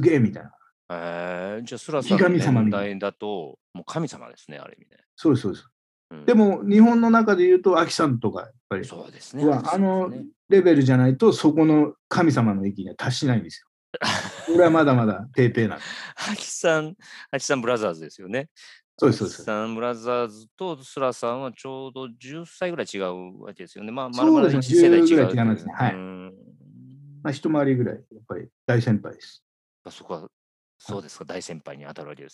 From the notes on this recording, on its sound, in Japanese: オンライン収録